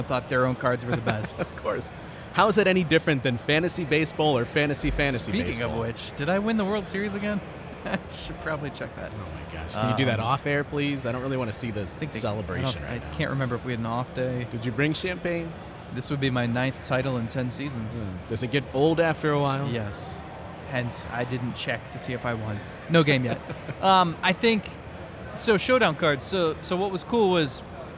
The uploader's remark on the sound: record an episode of the show at the Great Lakes Collectors Convention